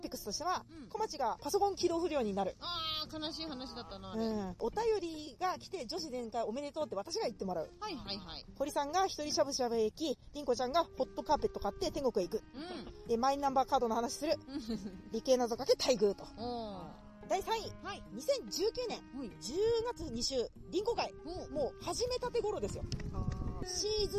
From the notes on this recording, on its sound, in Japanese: 今週はロケ収録です。中野・四季の森公園にて。紛れ込むさまざまな音も含めおたのしみください。